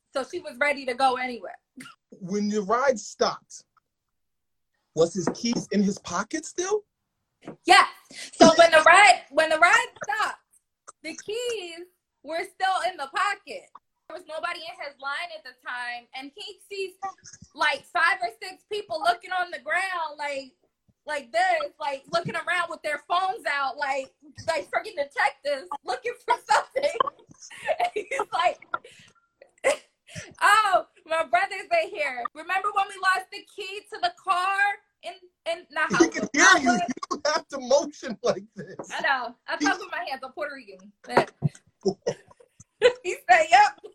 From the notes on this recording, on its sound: Live on Instagram